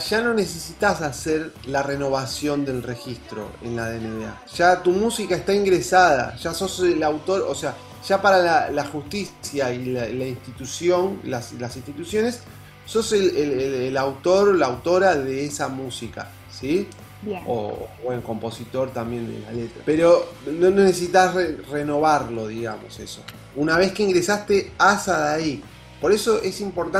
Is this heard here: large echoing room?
no